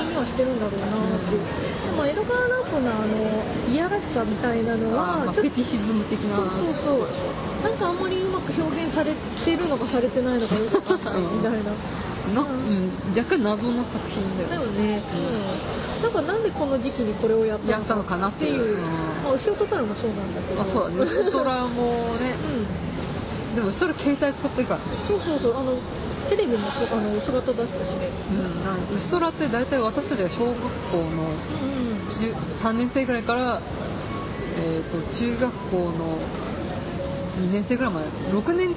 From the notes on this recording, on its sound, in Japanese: さいたま新都心秋のビール祭2015。ですので、屋外収録です。アイススケートショーを見終わったお客さんが押寄せたり、小学生が奇声を上げたり、解体工事が始まったり、ヨッパライが登場したりと、かなり途切れ途切れでお聞き苦しい回になってしまいましたが。